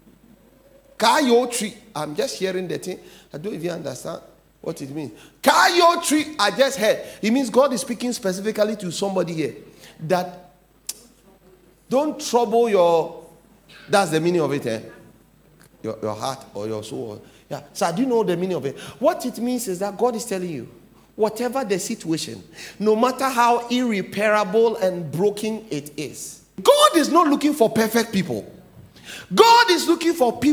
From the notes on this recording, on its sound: "The Presence Of God"sermon title preached at The Faithlife Church, Ghana-Tema Community 3 Site A.